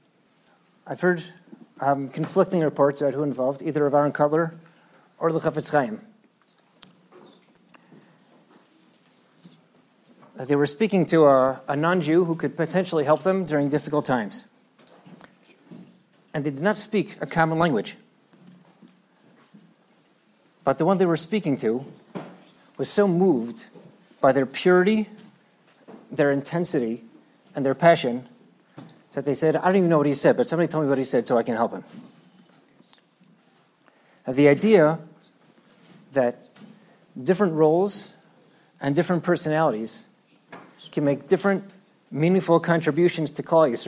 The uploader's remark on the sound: At Night Seder Thursday night. Shiur recorded in Yeshivas Ohr Reuven, Monsey, NY.